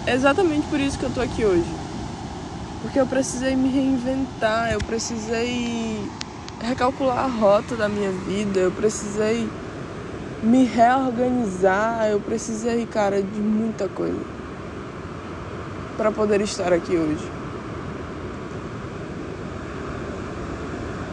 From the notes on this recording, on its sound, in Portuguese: Episódio gravado no chapadão da praia do amor em Pipa, RN.